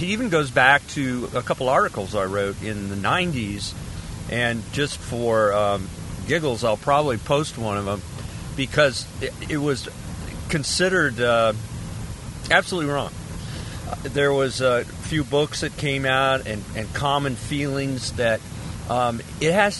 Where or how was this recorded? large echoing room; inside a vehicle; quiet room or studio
inside a vehicle